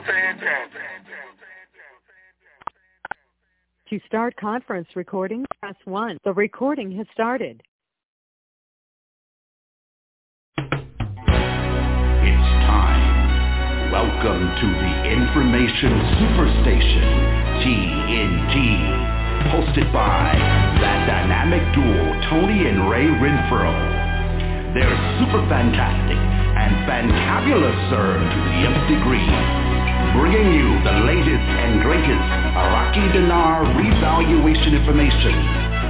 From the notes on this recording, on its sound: TNTSuperfantastic Conference Call